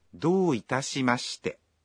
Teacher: en do itashimashite, la vocal O de la sílaba do se pronuncia prolongada